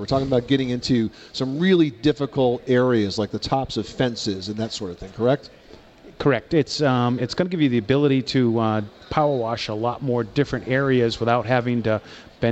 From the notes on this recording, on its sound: Live broadcast from the 2010 National Hardware Show in Las Vegas, Nevada.